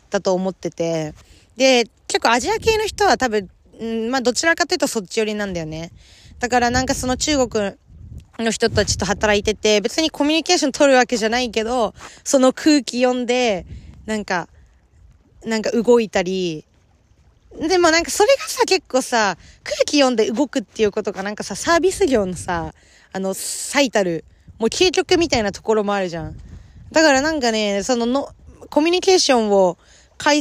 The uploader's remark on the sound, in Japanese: 今日は初の試みで海の近くで収録してみました。せっかく素敵な公園にいるので。